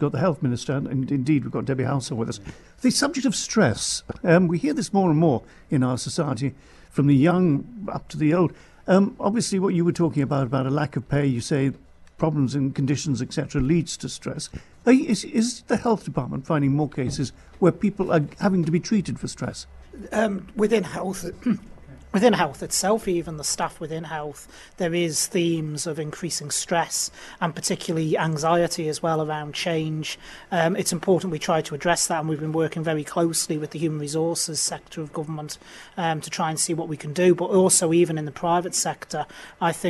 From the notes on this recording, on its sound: The annual Baker Tilly Isle of Man Budget Programme live from the Millennium Room at Legislative Buildings.